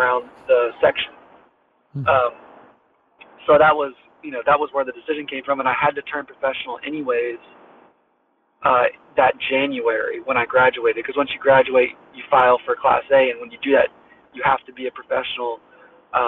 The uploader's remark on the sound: While he was driving to Kiawah.